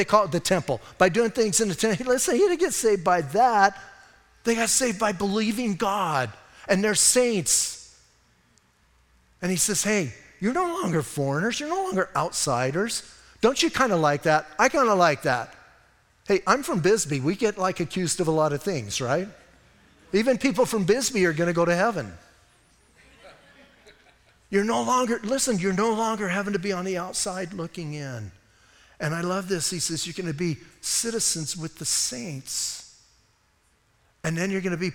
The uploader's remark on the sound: Audio messages from Calvary Chapel in Sierra Vista